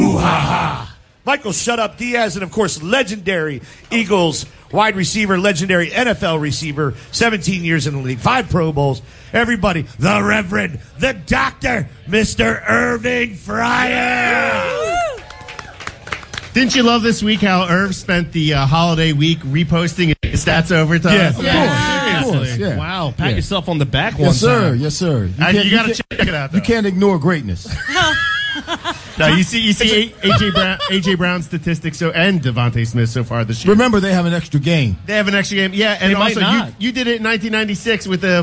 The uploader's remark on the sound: Green Legion Radio Pregame Show LIVE from our Saints Tailgate!